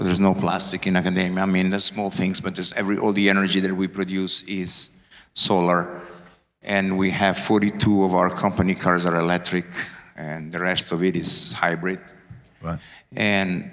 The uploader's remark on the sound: Recorded at the European Coffee Symposium 2023 in Barcelona. Recorded at the European Coffee Symposium 2023 in Barcelona.